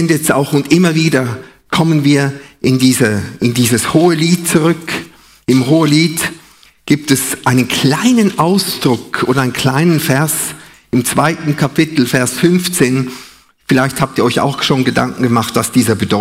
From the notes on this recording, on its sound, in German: Live aus Winterthur der Dienstagsgottesdienst